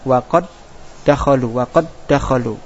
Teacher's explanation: Seperti pada waqad dakhalu, yaitu terjadi idgham dal pada qad. Nah, dal pada qad idgham ke dal pada dakhalu. Nah, di situ ada dua huruf yang sama, yaitu ada dua dal.